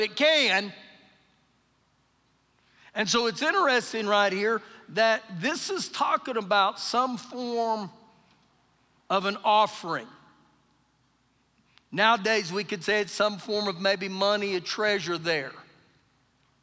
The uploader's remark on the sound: Recorded live during our Wednesday night service